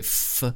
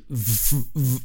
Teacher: F and V are the exact same sound, just different in terms of voicing.